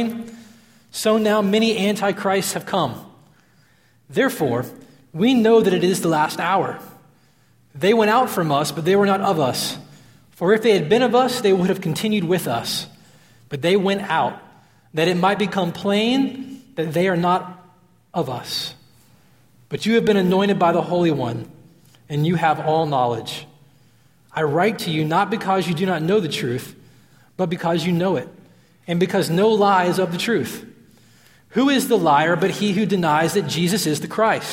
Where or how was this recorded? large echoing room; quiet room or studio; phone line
large echoing room